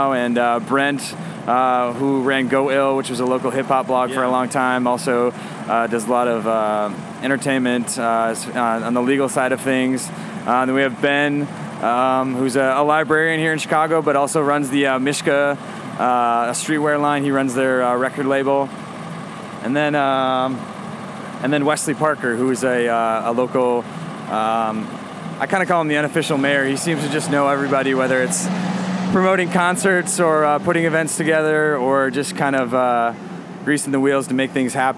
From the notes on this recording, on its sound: Recorded at SXSW 2016 on Monday, March 14th